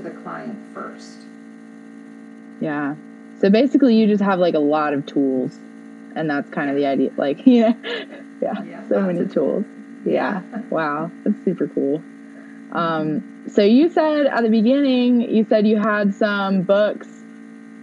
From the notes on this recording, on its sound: There is a buzzing sound that happens sometimes starting a few minutes in and then lasting the rest of the interview.